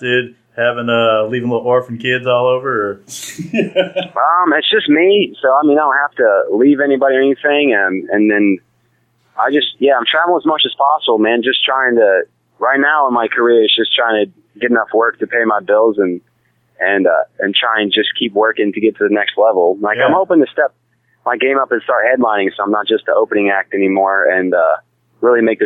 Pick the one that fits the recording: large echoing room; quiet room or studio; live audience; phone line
phone line